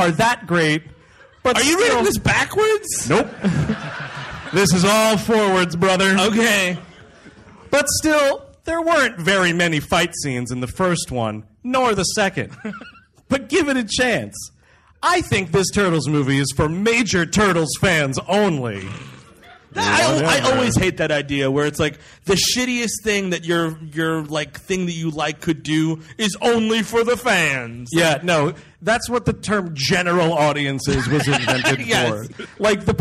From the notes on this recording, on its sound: Recorded live in Rochester. The gang treks out to the Little Theatre.